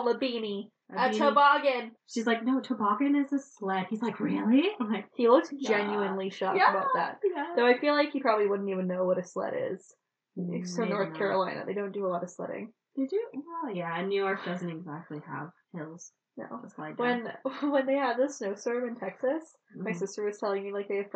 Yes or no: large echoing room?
no